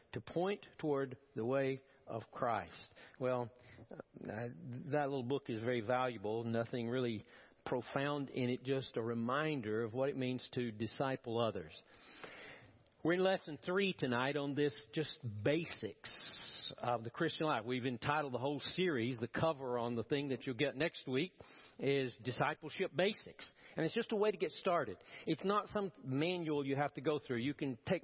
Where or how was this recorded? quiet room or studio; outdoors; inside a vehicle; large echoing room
large echoing room